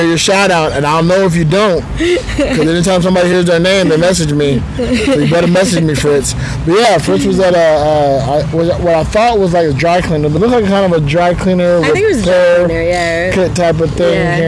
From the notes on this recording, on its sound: Recording from a park bench in Malaga Central